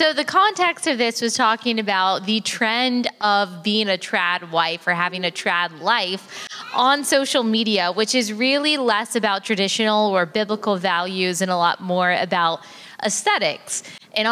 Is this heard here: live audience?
yes